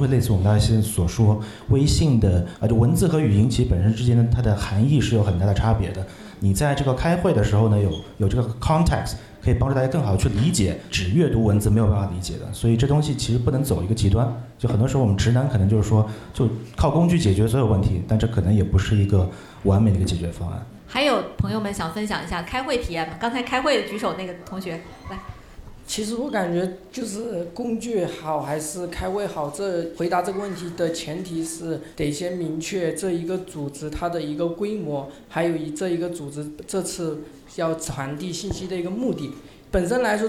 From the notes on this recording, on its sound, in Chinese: 在上海钟书阁书店举行了一场线下活动。还有现场观众一同参与互动。